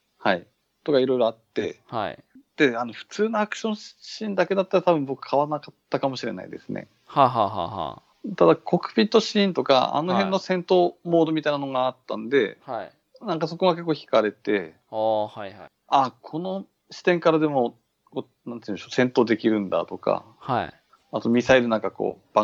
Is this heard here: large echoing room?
no